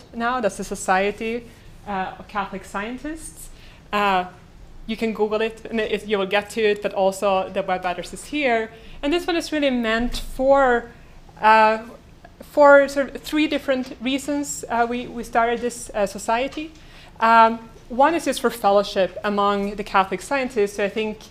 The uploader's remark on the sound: Delivered this lecture on January 20, 2018 at the University of Chicago. The lecture, which includes the Q and A session.